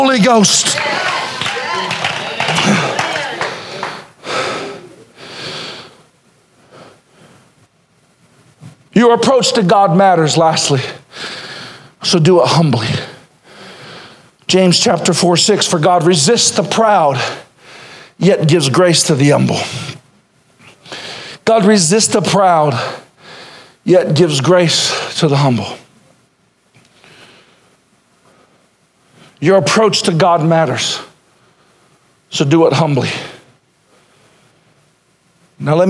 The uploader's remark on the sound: Sermon originally preached April 14, 2021